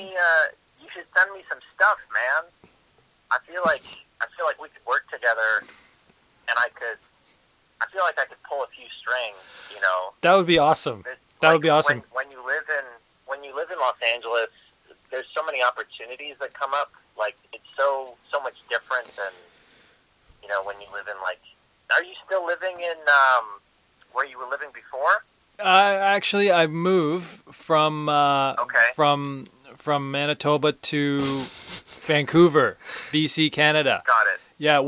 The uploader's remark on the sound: get on the phone